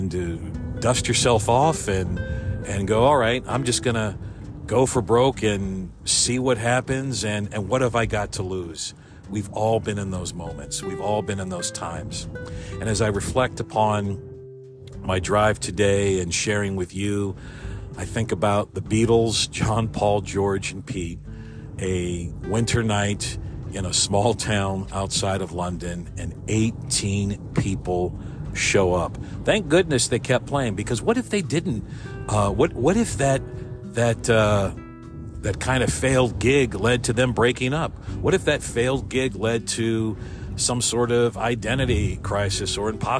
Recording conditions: inside a vehicle